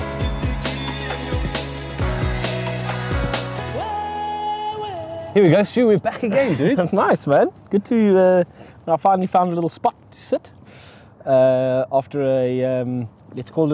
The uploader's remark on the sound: Catch up in a nature reserve in Johannesburg. Recorded from the beautiful Modderfontein Reserve, nestled in the heart of Johannesburg on a chilly morning.